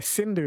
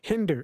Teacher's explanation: they couldn't pronounce the S. So they couldn't say Sindhu, the river, so they changed it to Hindu. And now we all say Hindu, Hinduism, but it's actually a mispronunciation.